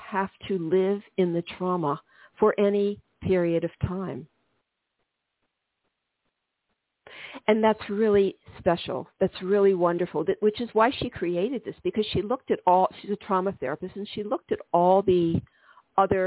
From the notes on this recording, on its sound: This is a call in show.